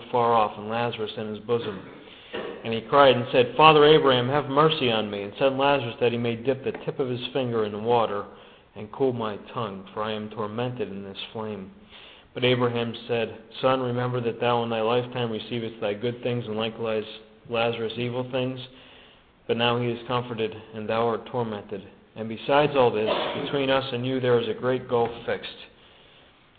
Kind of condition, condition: setting, large echoing room